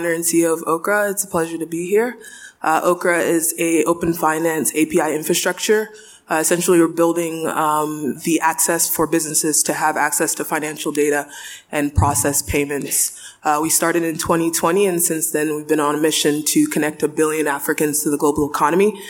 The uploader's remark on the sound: The Future of Digital Financial Services was recorded live at the Africa Money & DeFi Summit - West Africa 2023, an Africa Tech Summit event. Panel session.